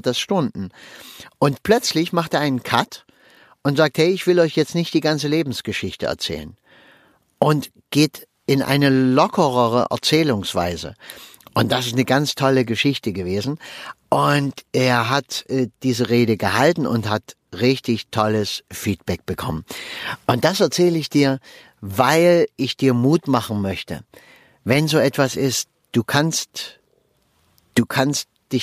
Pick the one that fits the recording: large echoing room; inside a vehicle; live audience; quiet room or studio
inside a vehicle